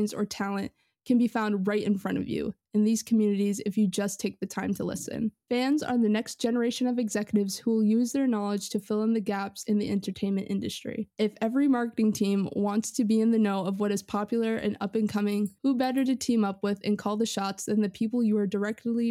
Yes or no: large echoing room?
no